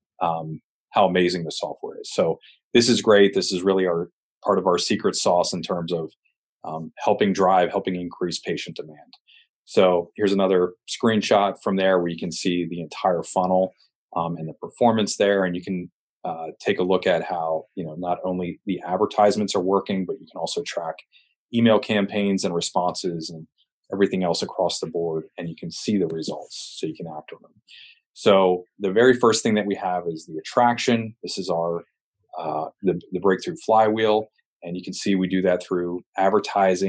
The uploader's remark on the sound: This episode is a recording of a webinar